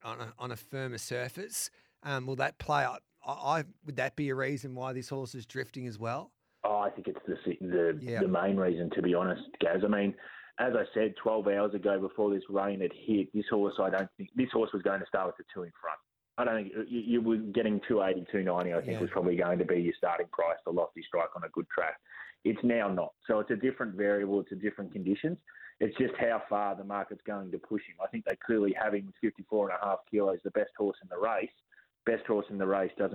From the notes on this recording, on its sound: the team also take your calls!